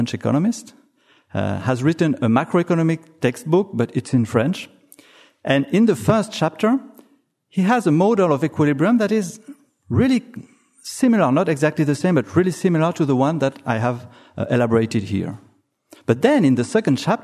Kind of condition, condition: setting, live audience